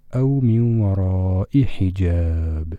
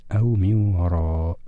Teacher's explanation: كسرت الهمزة في الوصل وعندما نقف عليها بالإسكان، أو من وراء.